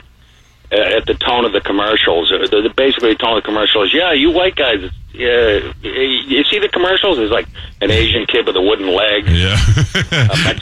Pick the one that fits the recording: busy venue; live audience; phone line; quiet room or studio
phone line